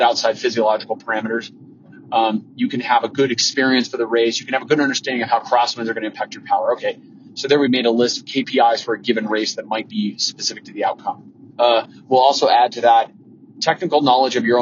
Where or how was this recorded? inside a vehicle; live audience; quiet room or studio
inside a vehicle